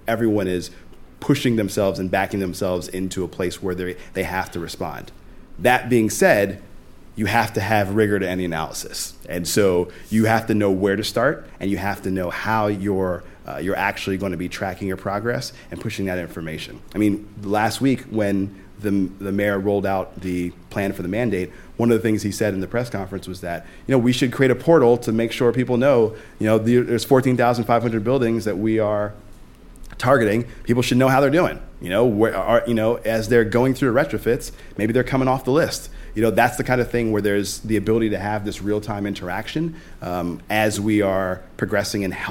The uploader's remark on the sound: Live From New York. Joined us on stage for a lively discussion. With a little audience Q&A mixed in, too.